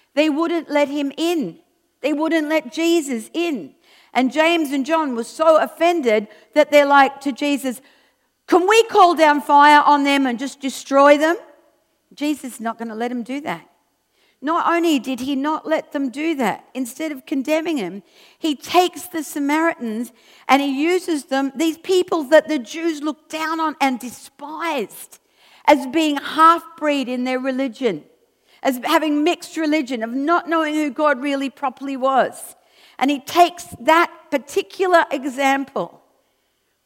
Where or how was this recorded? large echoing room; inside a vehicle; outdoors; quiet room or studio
large echoing room